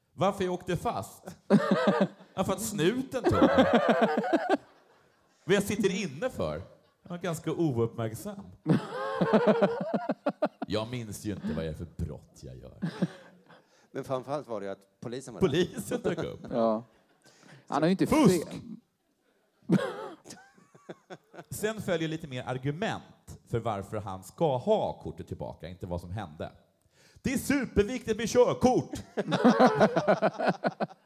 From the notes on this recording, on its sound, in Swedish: Inför publik på Rigoletto.